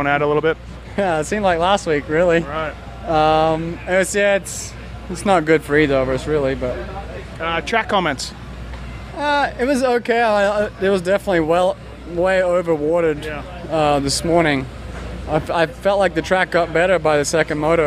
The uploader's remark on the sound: Muddy Creek 2013 Post-Race Interviews